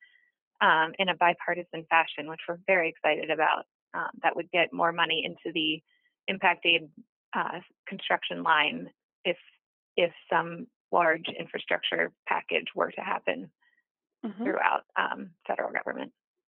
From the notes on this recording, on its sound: She called